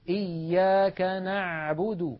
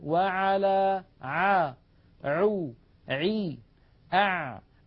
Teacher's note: أريد أن أنبهكم على شيء، العين التي اعتدنا في أكثر العاميات المعاصرة أن ننطقها هي أعلى من العين الفصيحة. العين الفصيحة أعمق بقليل من العين التي اعتدنا أن ننطقها بالعاميات. يعني مثلا كثيرا ما نسمع إياك نعبد نعبد، يعني الصوت إيش هذا نعبد، لابد من أن نعمقه، إياك نعبد هكذا العين الفصيحة.